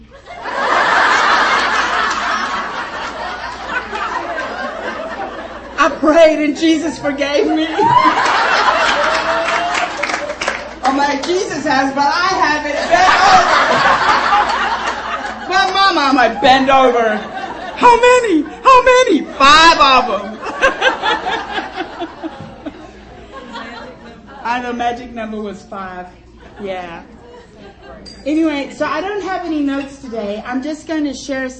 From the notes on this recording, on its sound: During the FOCUS Conference Luncheon